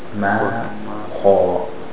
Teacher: خَا is a thick letter. مَا خَا See how the خَا is O sound? مَا is thin.